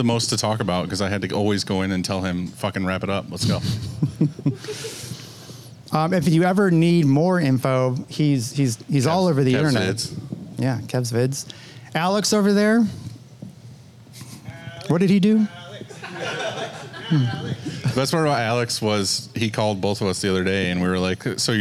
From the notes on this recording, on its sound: Here’s a recording of our Q&A section of the Summer Camp